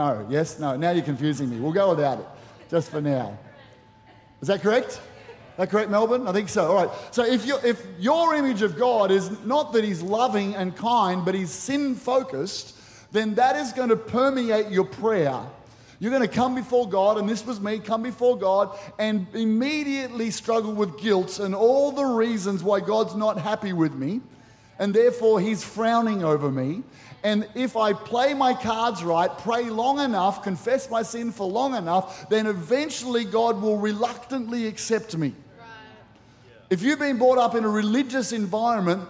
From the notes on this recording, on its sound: Recorded during our 9am service on Sunday, the 15th of October 2023.